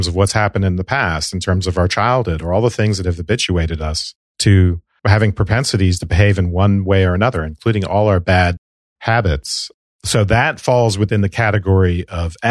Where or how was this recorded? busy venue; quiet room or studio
quiet room or studio